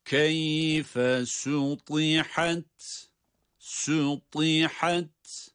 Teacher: Buradaki ta'nın hususiyle kalın olmasına özen gösteriyoruz.